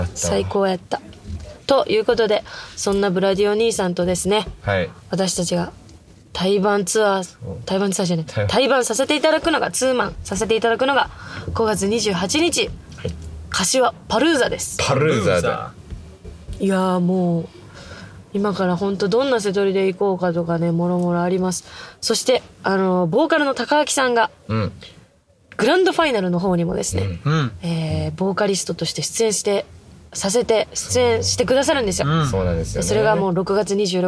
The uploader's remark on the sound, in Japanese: 興奮冷めやらぬ帰りの車内にて収録した